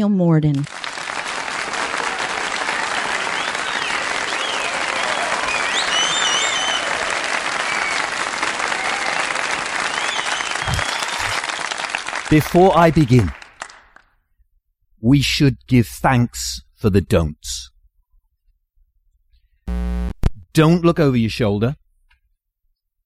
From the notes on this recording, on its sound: Recorded live at the 2014 National Storytelling Festival.